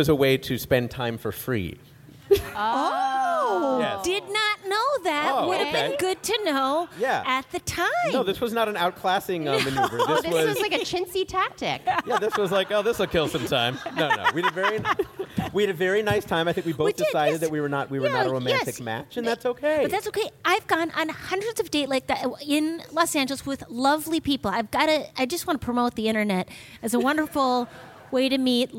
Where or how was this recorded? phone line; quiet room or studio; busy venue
busy venue